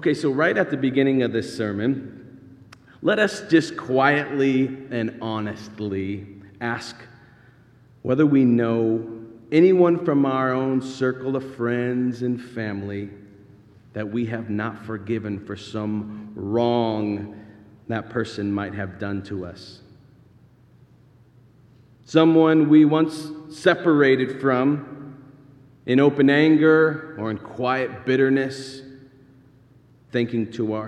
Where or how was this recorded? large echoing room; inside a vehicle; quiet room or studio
large echoing room